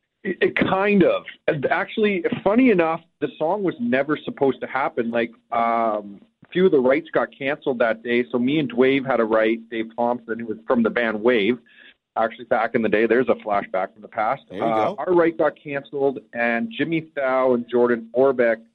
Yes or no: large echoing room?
no